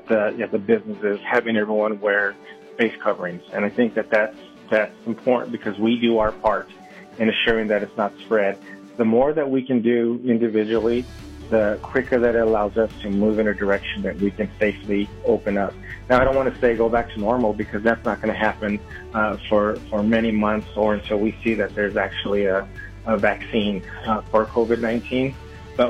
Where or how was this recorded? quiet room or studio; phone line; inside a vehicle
phone line